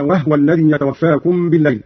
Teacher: قوله تعالى: وهو الذي يتوفاكم بالليل. قرأ قالون بإسكان الهاء على التخفيف هكذا: وهو الذي يتوفاكم بالليل.